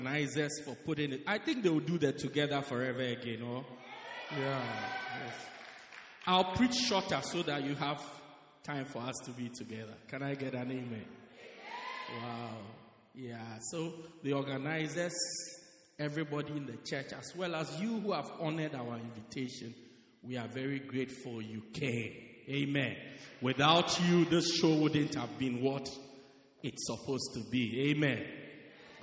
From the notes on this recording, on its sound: Preached Christ Our Hope Cathedral, Pietermaritzburg-South Africa